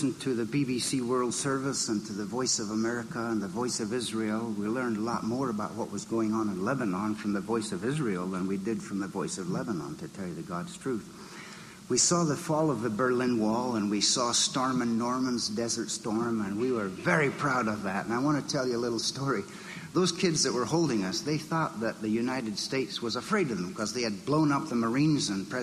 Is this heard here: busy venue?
yes